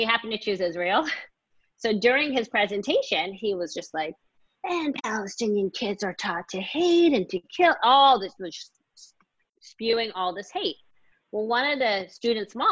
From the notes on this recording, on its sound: Two-part online event series. This event was held online via Zoom.